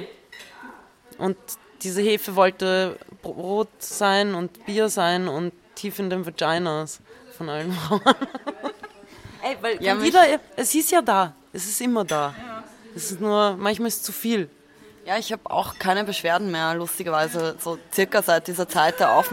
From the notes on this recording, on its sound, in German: Das Interview wurde auf dem FurtherFestival in Hamburg im November 2018 aufgezeichnet